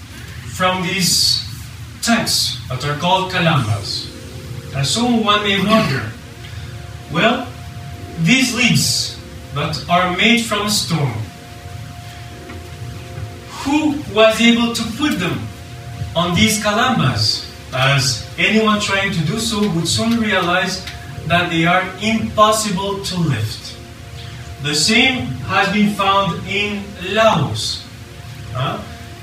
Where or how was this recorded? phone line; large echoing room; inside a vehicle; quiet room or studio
large echoing room